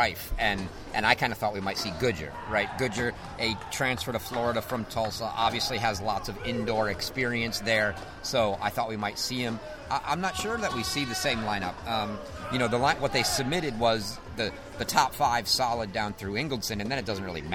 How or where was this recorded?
busy venue